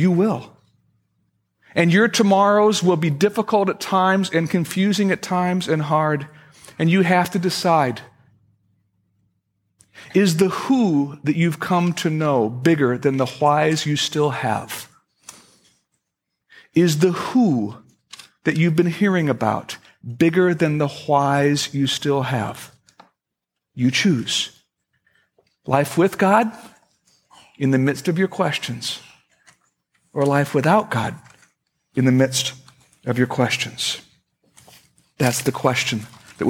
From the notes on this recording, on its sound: At Fellowship Missionary Church, Fort Wayne, IN.